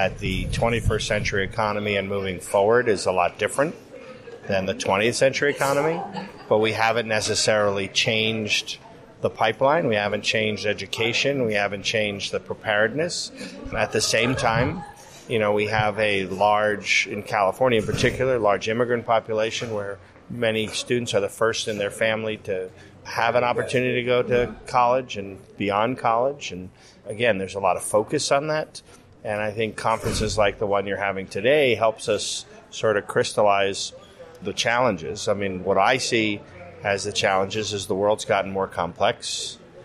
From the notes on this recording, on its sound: spoke at our very first Future of Work Conference held last year in November of 2019 at Pasadena City College